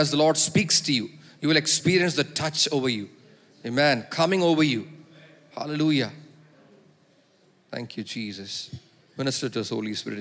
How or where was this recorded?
large echoing room